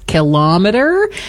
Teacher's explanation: Second syllable stress, kilometer